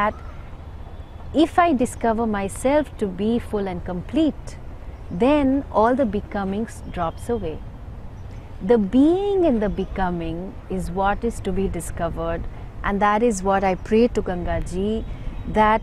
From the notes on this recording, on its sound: Recorded on her holy banks in Rishikesh.